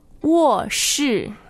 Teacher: Now, two fourth tones.